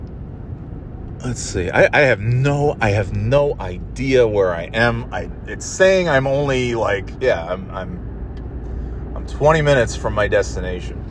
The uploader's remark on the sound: Driving to NY in Snow